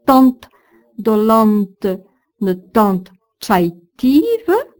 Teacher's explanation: vous entendez les voyelles nasales suivies de leur N